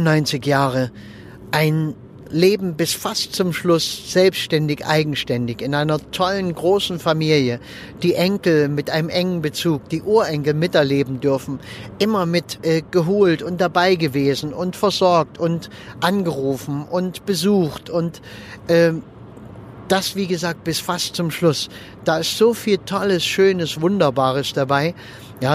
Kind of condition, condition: setting, inside a vehicle